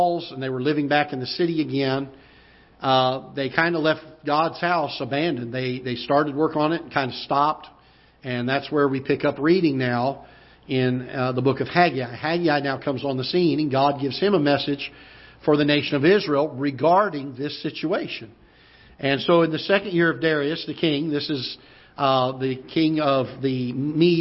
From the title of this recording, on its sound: Ketha Heights Baptist Church ~ Live Broadcast